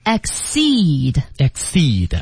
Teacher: 注意重音在 seed 上面